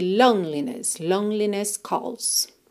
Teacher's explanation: Nessa palavra loneliness, é muito importante que você esqueça completamente dessa letra E, tá? Pensa em lone, parando no N e já segue para liness